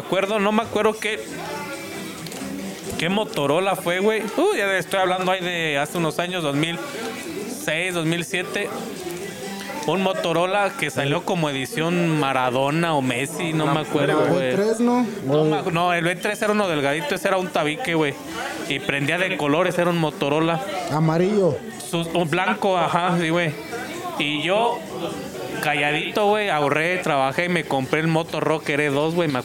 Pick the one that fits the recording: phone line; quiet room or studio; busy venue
busy venue